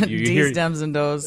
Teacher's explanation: substituting D for TH